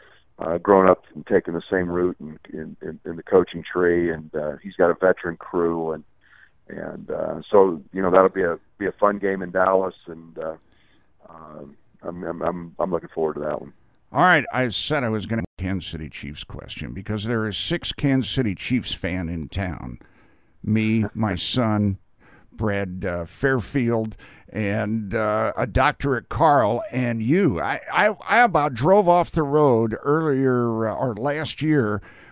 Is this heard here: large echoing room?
no